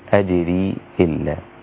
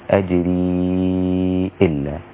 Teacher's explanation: على أن شعبة له من الأصول في روايته هو المد المنفصل أربع حركات وليس له القصر · Shown in: second take · ليس لشعبة القصر كما لحفص، يعني لو بتقصر لحفص تقول